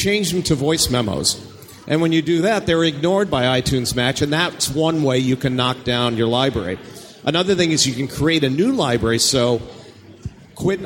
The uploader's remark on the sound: Mac 911 live at Macworld Expo 2012. Including ones submitted live by our audience!